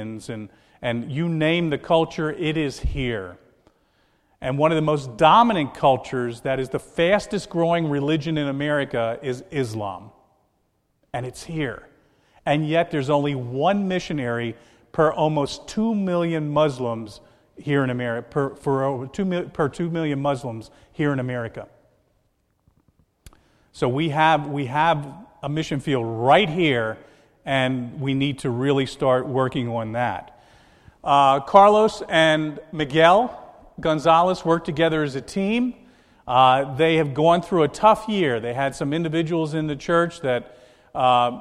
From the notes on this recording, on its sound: This is a message recorded at the Lebanon Bible Fellowship Church, in Lebanon, PA, on 8/3/2014 during the evening service.